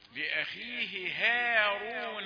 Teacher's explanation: المفخم هو الراء، إنما هاء ما يجيش